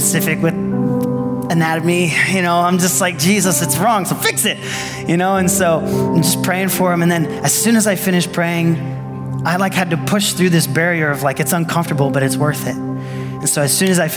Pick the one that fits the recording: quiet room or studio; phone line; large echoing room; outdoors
large echoing room